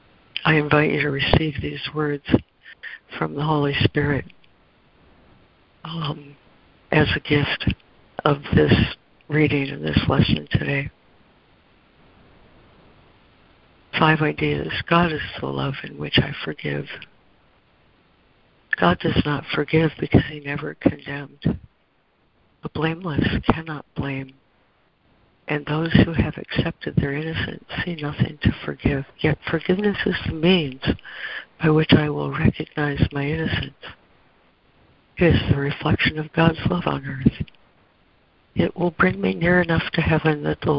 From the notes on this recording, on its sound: ACIM Daily Conference Call.